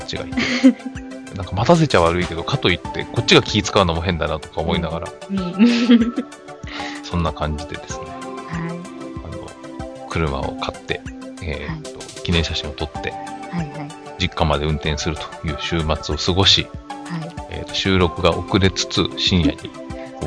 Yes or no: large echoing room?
no